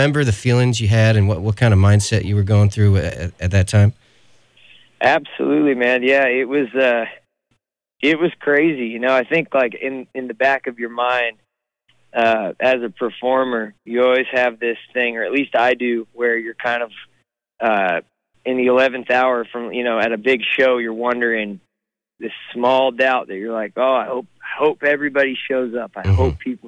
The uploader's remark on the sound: On the phone, from the road.